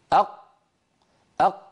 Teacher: أيوة، جربوا هكذا أق، وحاولوا أن تضغطوا قليلا حتى تمشوا الصوت أق أق. مهما ضغط الإنسان ما ممكن يمر ذرة صوت عند نطق القاف